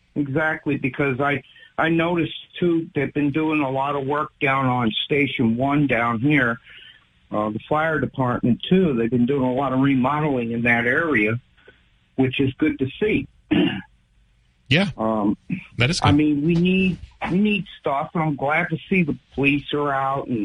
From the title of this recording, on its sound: Callers continue to sound off